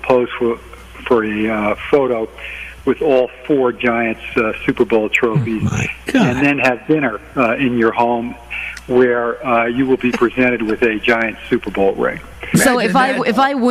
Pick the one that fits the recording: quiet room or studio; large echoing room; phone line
phone line